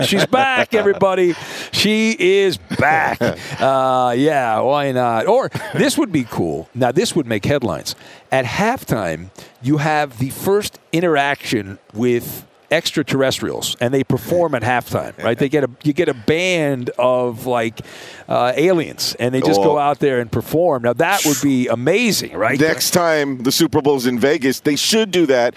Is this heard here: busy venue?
yes